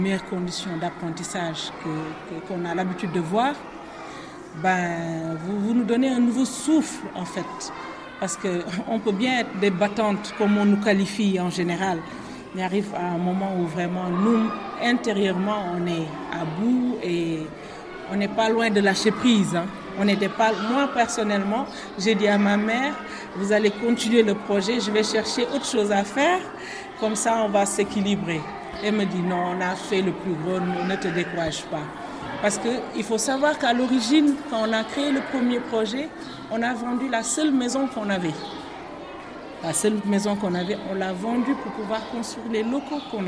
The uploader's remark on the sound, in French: Un épisode à l’ambiance un peu particulière, en totale immersion, enregistré dans la cour de l'école Keur Maïmouna à Saly.